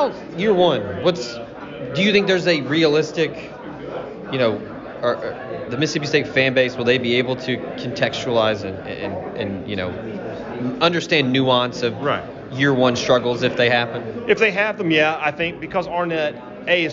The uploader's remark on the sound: LIVE! From SEC Media Days